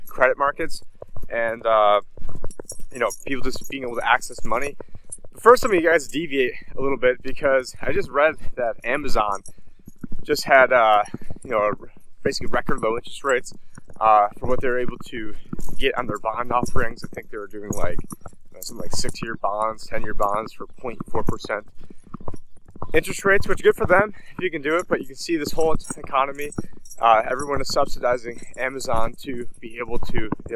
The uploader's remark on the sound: In this Walk and Talk.